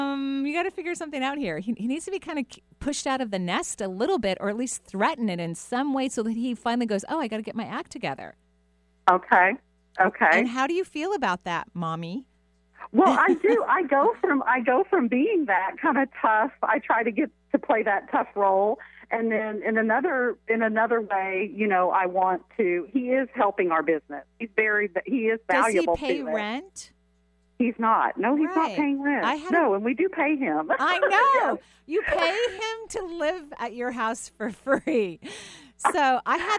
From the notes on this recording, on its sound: Takes calls and does intuitive readings for her last live show of 2018.